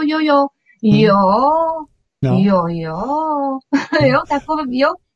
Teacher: A protahovaly se ty samohlásky na konci.